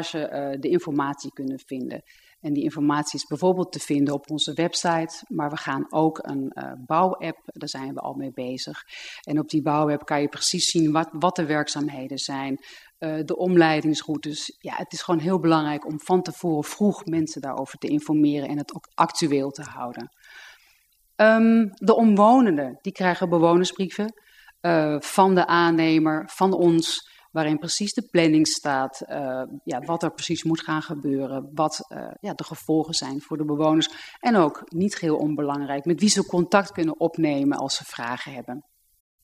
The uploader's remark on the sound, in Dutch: Beeldvormende vergadering (Raadzaal)